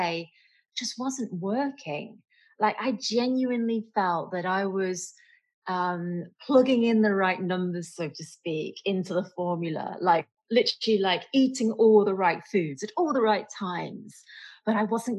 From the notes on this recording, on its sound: Has a Zoom chat.